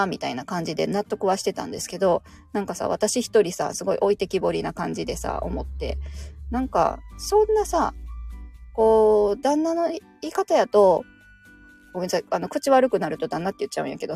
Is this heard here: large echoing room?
no